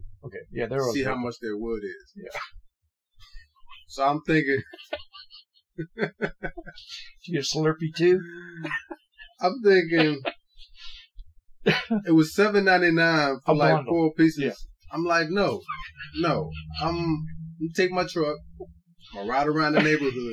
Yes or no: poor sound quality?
yes